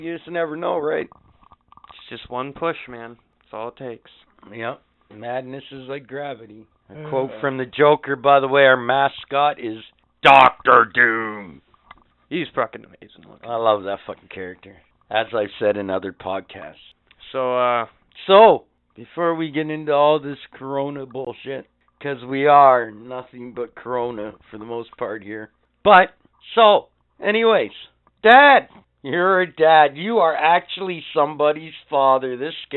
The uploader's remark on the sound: Surprise guest phone call